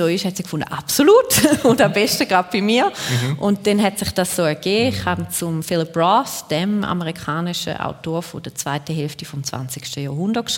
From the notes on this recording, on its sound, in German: Juni 2023 live aus dem Casinotheater Winterthur.